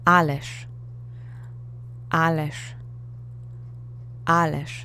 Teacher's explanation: I'm softening the zh into a sh phoneme, so I'm going to teach you to pronounce it that way because it does get softened in speech.